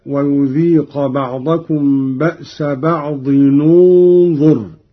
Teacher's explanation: قوله تعالى: ويذيق بعضكم بأس بعض، إذا وصلنا بعض بكلمة انظر، قرأ قالون بضم أولى الساكنين، وهو تنوين الضاد